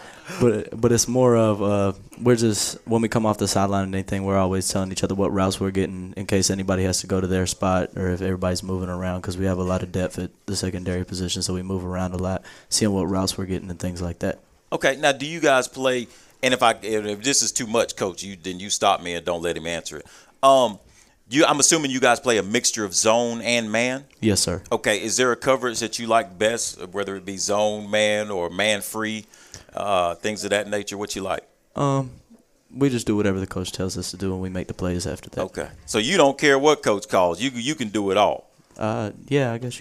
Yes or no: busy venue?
yes